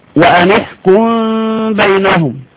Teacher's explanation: لما اطبقت الشفتين ايه اللي حصل؟ لم يتحقق الاخفاء، بقى ادغام